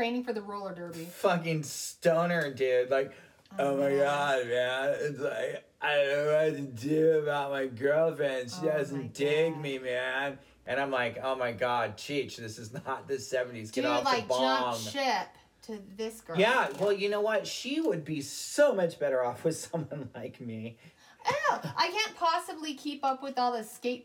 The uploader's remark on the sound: I'm sure we will look back on this pilot episode and laugh at our tin can acoustics. Hey, we're too cheap to buy microphones at this point. (Our studio also consists of a couple Tommy Bahama beach chairs and a toolbox that we're using as a desk...)